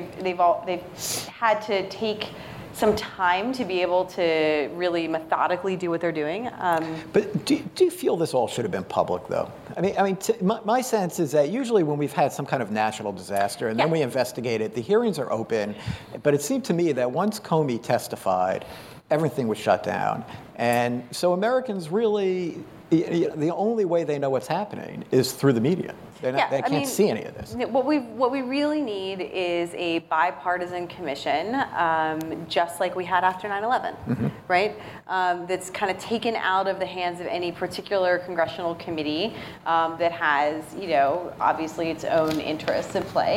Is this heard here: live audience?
yes